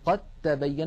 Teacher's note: السطر الأخير قد تبين، لاحظوا النطق، قد تبين، ننطق تاء مشددة فالدال قد أدغمت في التاء